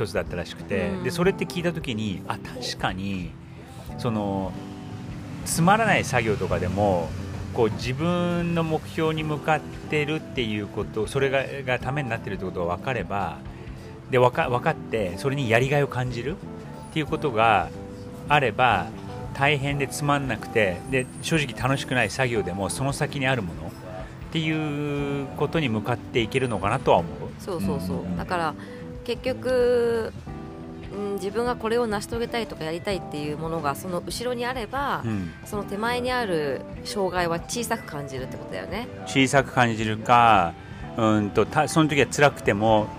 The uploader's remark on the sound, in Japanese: 夫とバルセロナのカフェより（後の雑音すみません）。